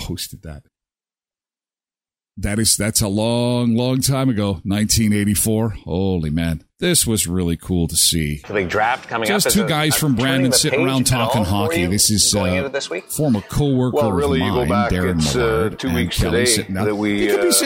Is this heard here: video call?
no